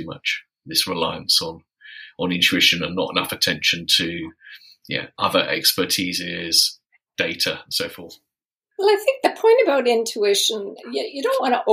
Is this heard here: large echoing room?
no